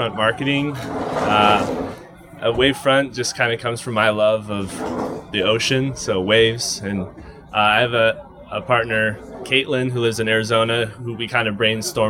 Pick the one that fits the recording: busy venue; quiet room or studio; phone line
busy venue